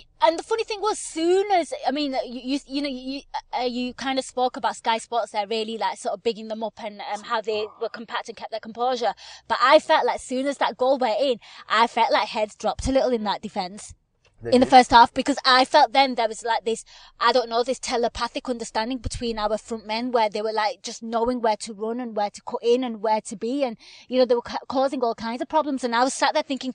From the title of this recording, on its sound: Post Match Car Pod